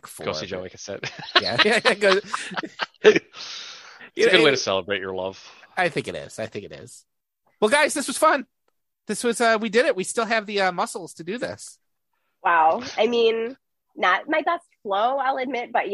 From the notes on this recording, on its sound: Recording via Zoom. Bear with us as we figure out our individual recording levels and the technology.